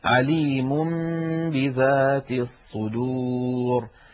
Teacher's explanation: لأن النون من طرف اللسان والباء من الشفتين، فإذا قلب النون التي هي لسانية وفيها غنة إلى حرف شفوي وفيه غنة وهو الميم فنطق ميما من الشفتين ثم باء من الشفتين بإطباقة واحدة كان هذا أسهل في النطق. · Term: الإقلاب